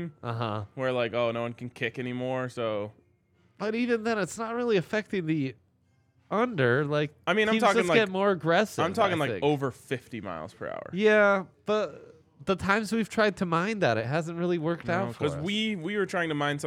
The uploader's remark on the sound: LIVE from the DNVR Bar